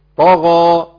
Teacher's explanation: طغى الطاء مفخمة والغين مفخمة والألف مفخمة